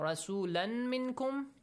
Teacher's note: إدغام must be applied. You have to merge تنوين to ميم.